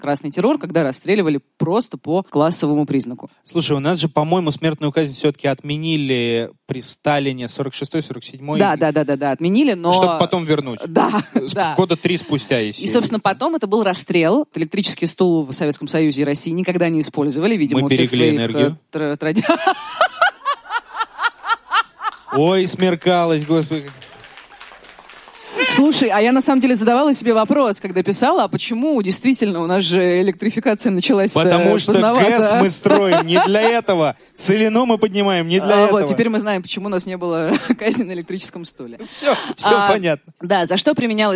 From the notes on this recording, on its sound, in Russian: открытая запись «Дневников Лоры Палны» (которая прошла в Екатеринбурге еще до начала седьмого сезона)